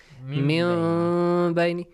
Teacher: Noon is skipped. A half meme is there. Okay. Your lips must be open a little. · Term: إقلاب